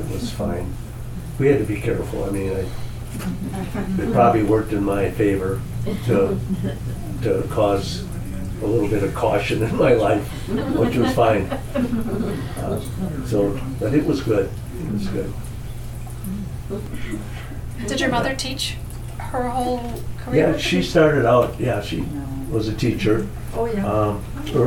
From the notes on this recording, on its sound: This was recorded in the RDL meeting room in December, as a kickoff event for the Rhinelander District Library Foundation’s annual Ced Vig Holiday Book Fund. We will hear more from attendees at that event who took turns sharing their own stories.